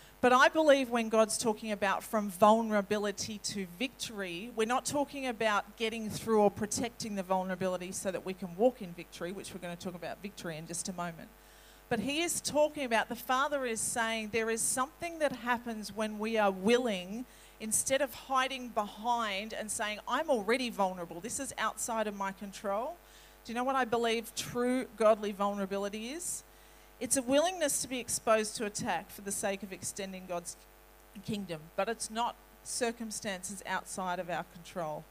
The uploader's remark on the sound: This message was recorded on 01/02/2020 at River Edge Church.